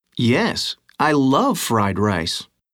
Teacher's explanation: Notice how the stress and intonation move to the new information in the answers. · Term: Stressing new information